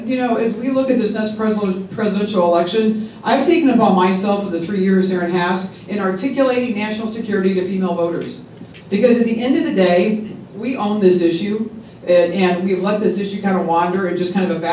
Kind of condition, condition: setting, live audience